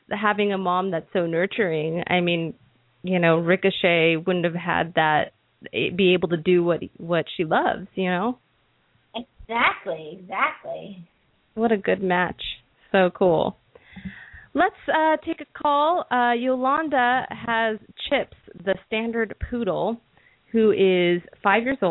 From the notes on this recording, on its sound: open up the lines for listeners to call